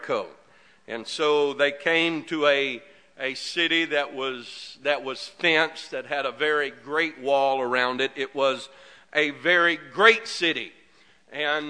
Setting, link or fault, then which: setting, large echoing room